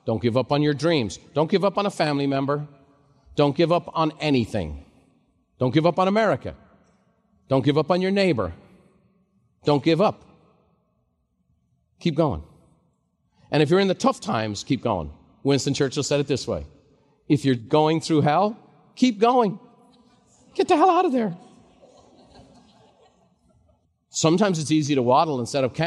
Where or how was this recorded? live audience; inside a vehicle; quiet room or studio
live audience